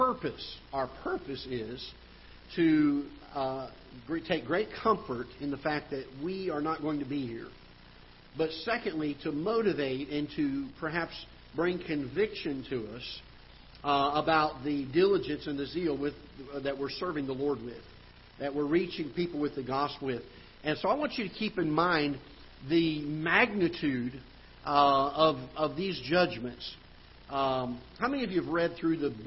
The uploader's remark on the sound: Ketha Heights Baptist Church ~ Live Broadcast